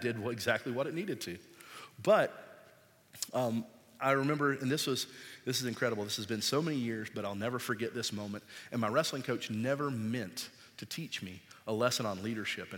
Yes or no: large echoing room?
yes